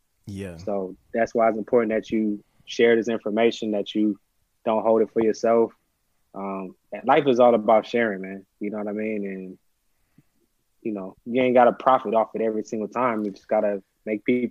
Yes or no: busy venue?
no